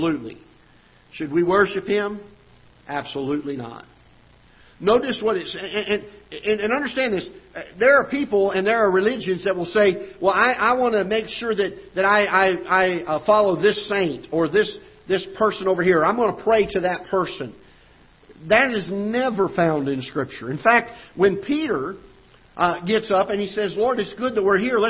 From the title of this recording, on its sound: Ketha Heights Baptist Church ~ Live Broadcast